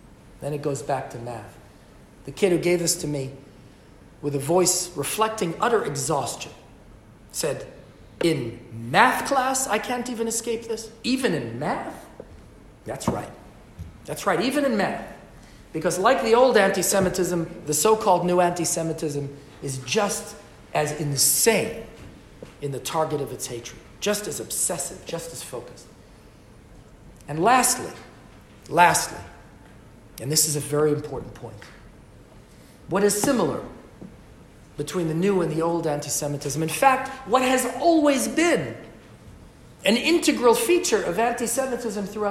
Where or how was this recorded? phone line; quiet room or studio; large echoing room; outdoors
large echoing room